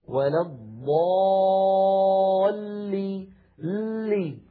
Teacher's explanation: اللام أيضا في كلمة ولضالين مشددة تتألف من لامين، اللام الأولى بين الرخوة والشديدة زمنها يحتاج إلى جريان ضئيل مساو للحم، ولضالي لي، لامان هذه اللام الأولى، لي هذه اللام الثانية.